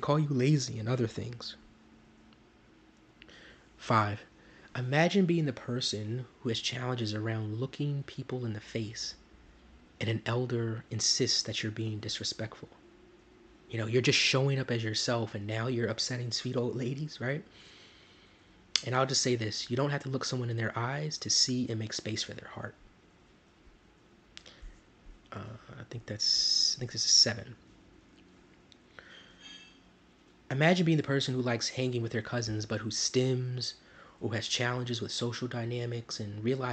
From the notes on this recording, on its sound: Forgive me for ANY background audio issues.